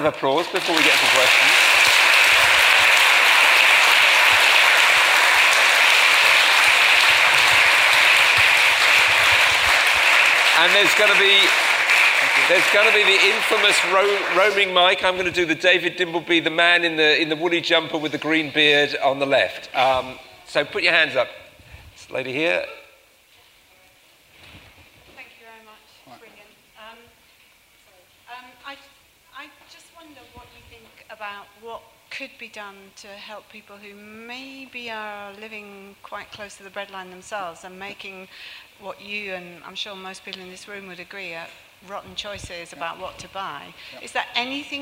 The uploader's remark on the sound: live at The Tabernacle